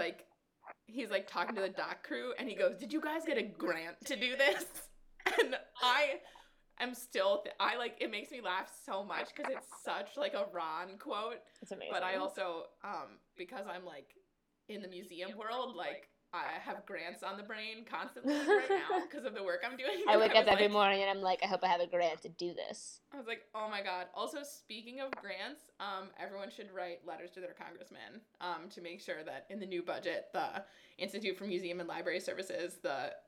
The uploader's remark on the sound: apologize for the horrendous audio quality